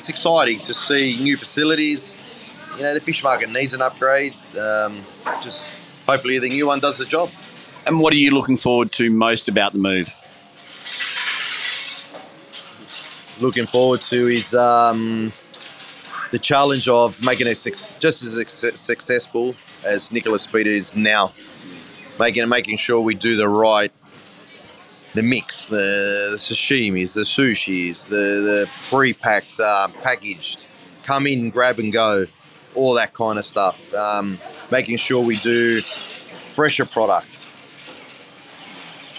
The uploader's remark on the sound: In this episode we are love on location from the Sydney Fish Market.